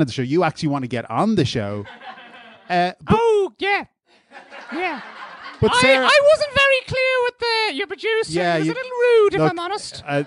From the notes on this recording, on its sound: Live At The Tightrope. Live episode of Phoning It In recorded at The Tightrope upstairs in Anseo on May 14th 2018.